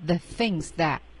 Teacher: 这个 the 是不是可以让舌头迅速的打一下上牙齿的齿背，这样不需要探出舌尖